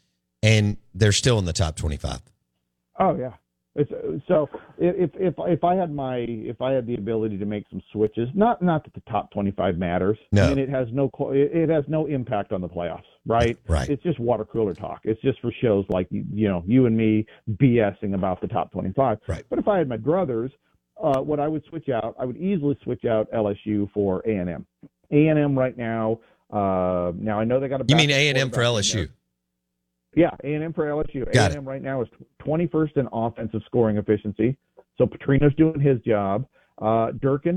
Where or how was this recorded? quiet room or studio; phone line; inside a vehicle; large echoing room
phone line